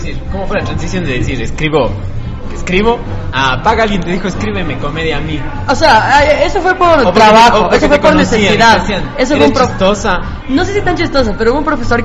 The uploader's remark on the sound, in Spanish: El capitulo se grabó en Django x eso un poquito de ruido.